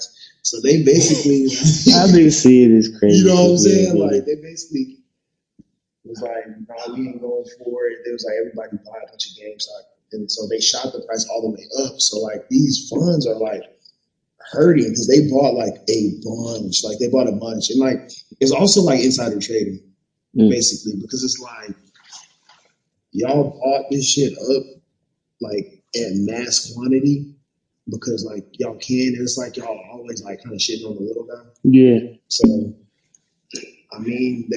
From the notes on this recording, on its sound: Audio Issues. We weren't in the best setting to record, and we didn't have all of our equipment.